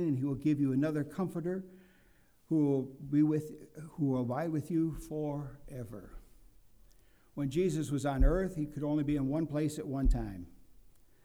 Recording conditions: large echoing room